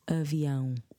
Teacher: Nasal sound, that A-O with a swiggle over the A.